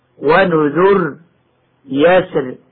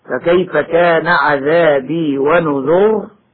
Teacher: يجوز الوقف على هاتين الكلمتين بترقيق الراء، ويجوز الوقف بتفخيمها